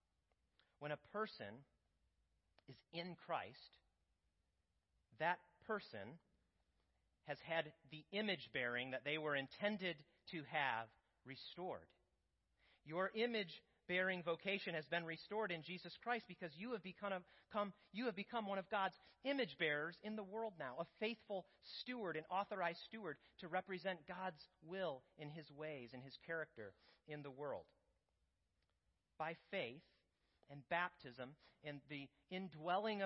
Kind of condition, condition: setting, large echoing room